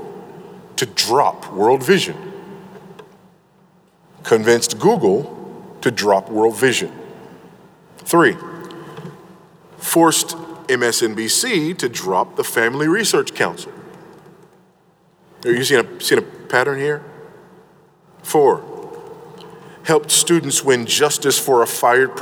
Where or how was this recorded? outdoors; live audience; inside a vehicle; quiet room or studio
live audience